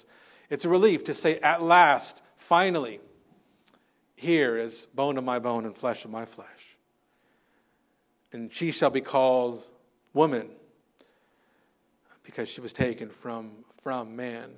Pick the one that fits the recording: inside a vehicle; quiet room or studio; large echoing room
large echoing room